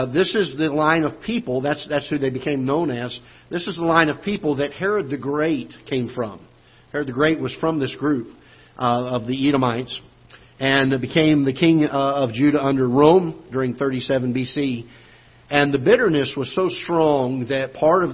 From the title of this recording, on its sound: Ketha Heights Baptist Church ~ Live Broadcast